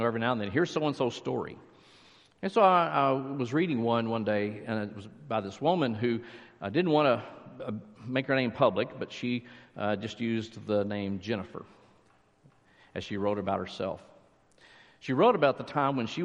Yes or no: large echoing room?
yes